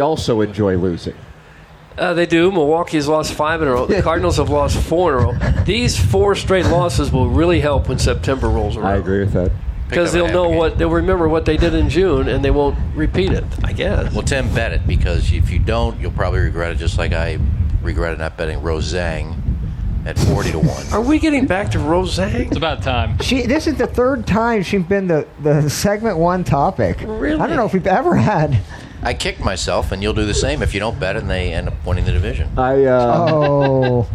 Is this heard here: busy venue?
yes